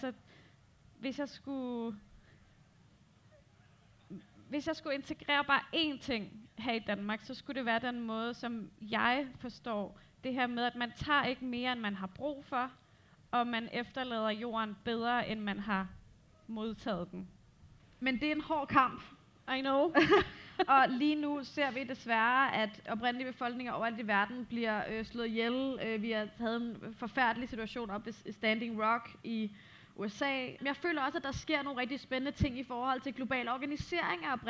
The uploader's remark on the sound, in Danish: Podcasten er en liveoptagelse af en samtale. Samtalen blev til på dette års Roskilde Festival i sommers.